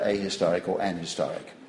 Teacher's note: If it's stressed on the second syllable, the H is weaker, and so it can be either ahistoric or anhistoric.